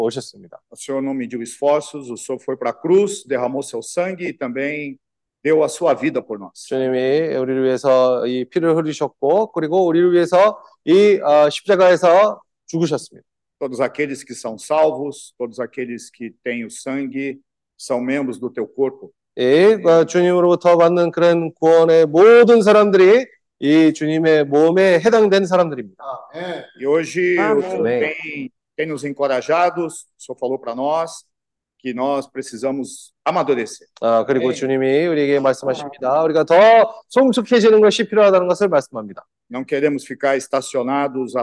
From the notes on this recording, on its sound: Meeting zoom